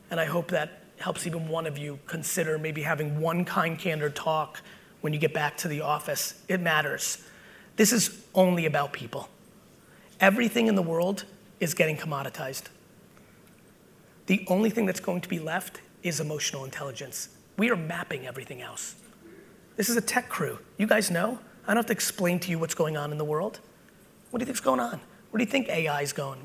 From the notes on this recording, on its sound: BUILD IT Keynote 2021. Today's episode is from a killer keynote I gave in New Jersey recently!